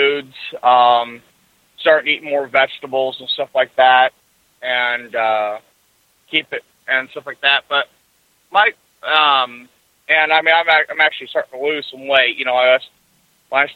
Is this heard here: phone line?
yes